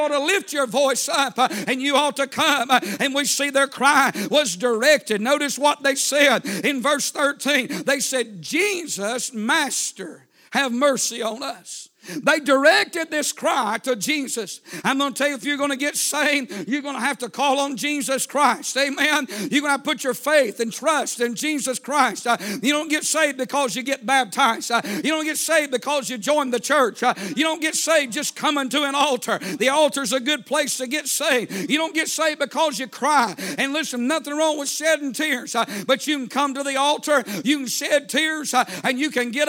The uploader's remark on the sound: A sermon preached Sunday Morning